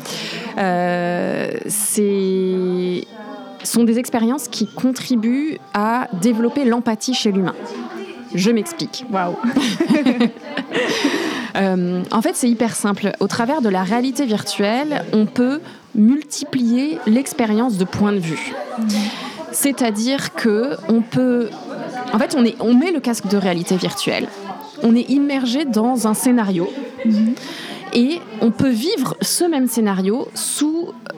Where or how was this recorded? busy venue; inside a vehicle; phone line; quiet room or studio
busy venue